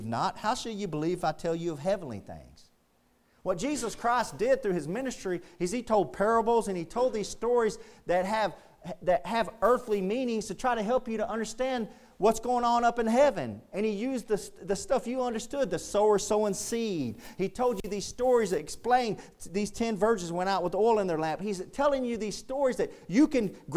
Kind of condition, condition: setting, large echoing room